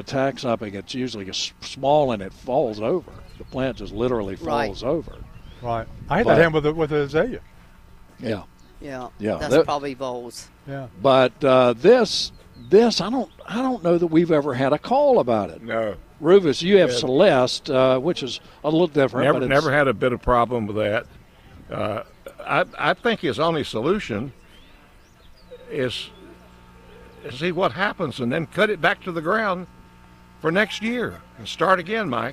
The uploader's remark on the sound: broadcasting live from Campbell Road Nursery